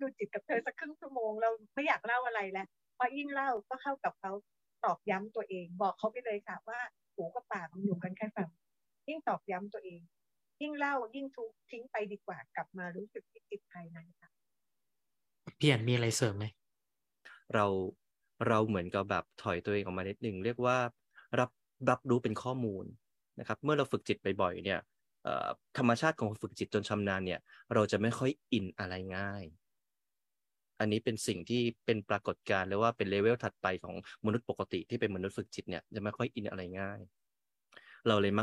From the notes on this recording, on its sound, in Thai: ธัมม์Mind Live ผ่าน Zoom ประจำเดือนกันยายน 2565